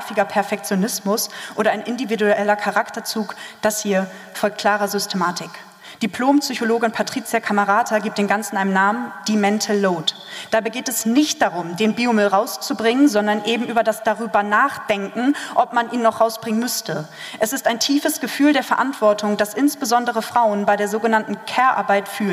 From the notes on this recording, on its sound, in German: Live Mitschnitt vom BEST OF POETRY SLAM DAY 23 in der Elbphilharmonie.